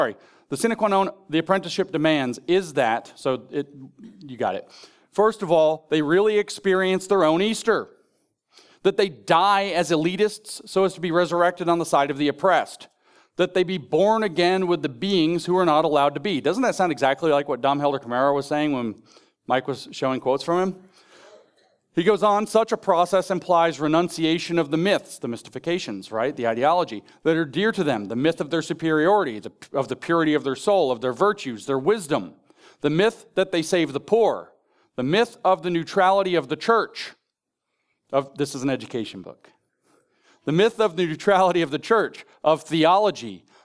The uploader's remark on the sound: In this ninth session of Sovereign Nations’s "The Theology of Marxism" conference in Phoenix, Arizona, in June 2022